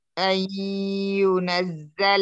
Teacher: لا النون خلاص ما عادت موجودة، أدغمت أدخلت في الياء، فيؤتى بالغنة في الياء الأولى من المشدد